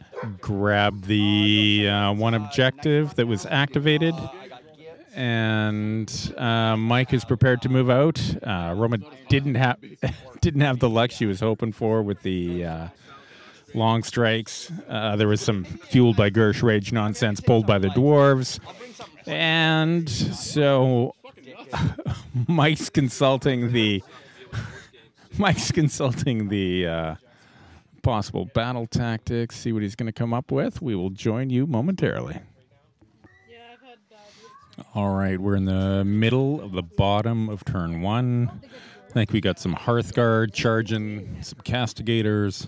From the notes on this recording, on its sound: In this special episode we recorded live at Roma’s title defence match.